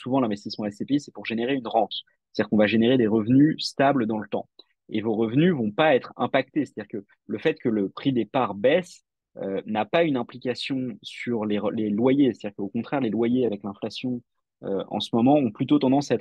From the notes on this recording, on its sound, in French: Retranscription audio de notre Webinar